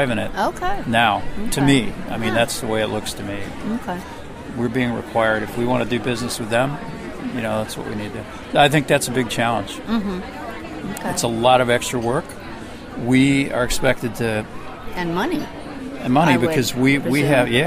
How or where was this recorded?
busy venue